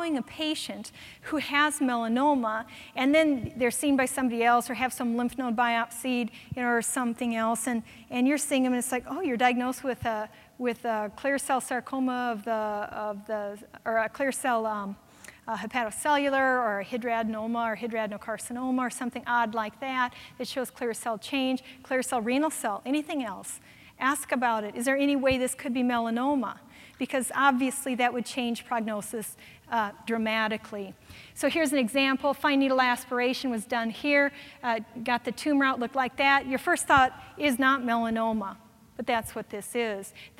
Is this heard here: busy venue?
yes